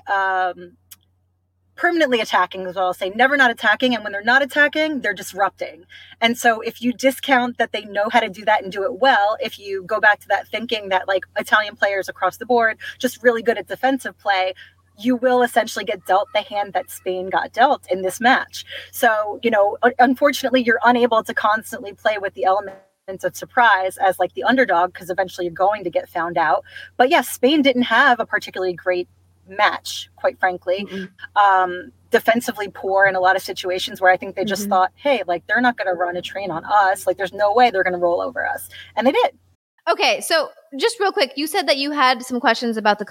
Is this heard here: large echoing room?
no